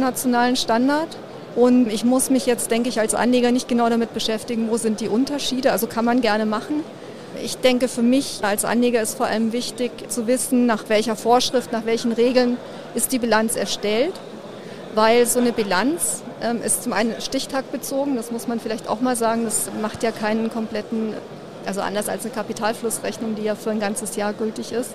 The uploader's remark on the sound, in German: Diesmal live vom Börsentag Hamburg